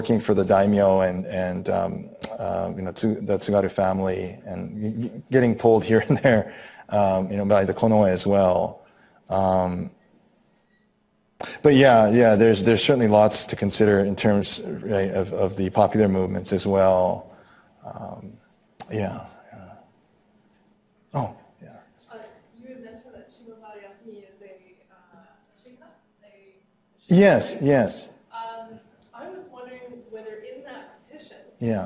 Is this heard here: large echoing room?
yes